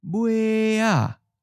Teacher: Bue sounds like a first tone to me, so there's also no change here.